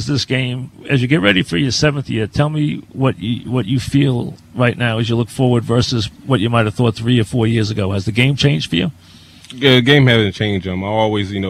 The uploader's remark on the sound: live at Jets camp